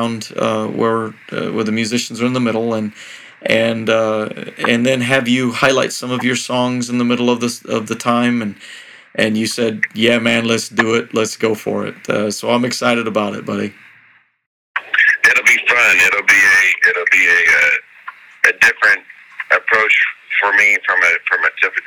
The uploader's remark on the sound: A Phone Call